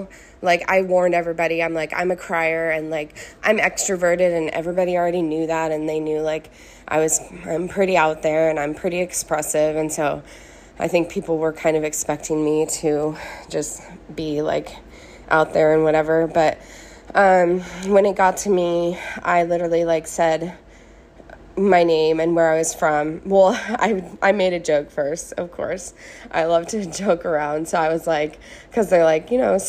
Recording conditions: phone or laptop microphone